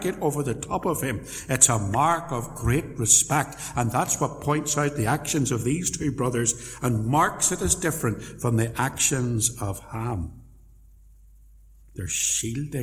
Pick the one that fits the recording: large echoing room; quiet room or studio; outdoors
large echoing room